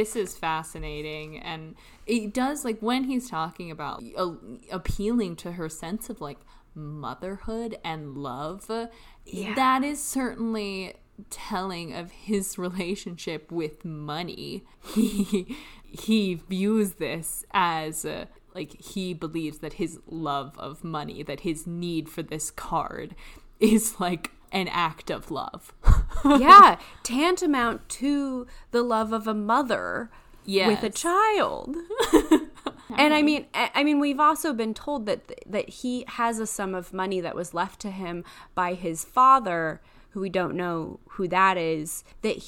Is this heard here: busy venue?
no